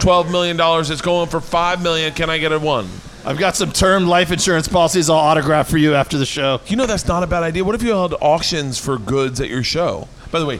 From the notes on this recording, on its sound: live at The Gundo Comedy Festival!